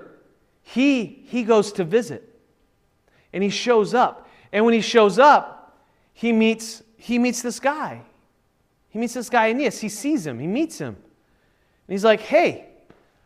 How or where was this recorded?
large echoing room